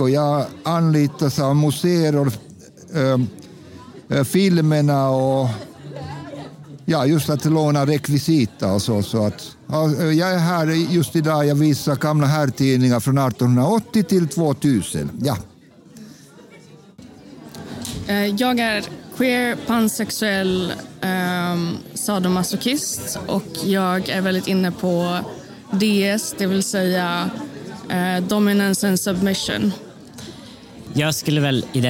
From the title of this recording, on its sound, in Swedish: Special från erotikmässan Kink Bash!